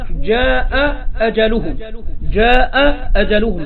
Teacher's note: فأسقطت همزة من الهمزتين · Term: إسقاط